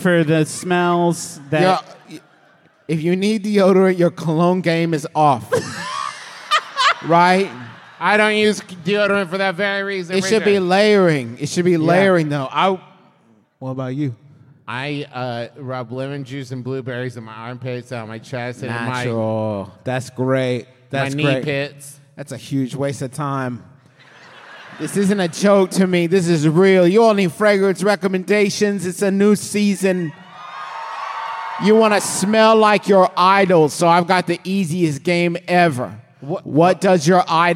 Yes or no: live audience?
yes